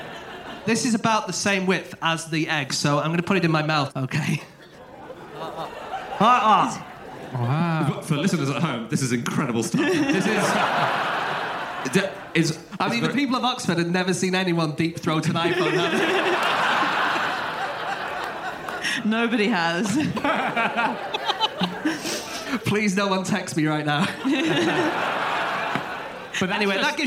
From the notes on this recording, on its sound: Live from Oxford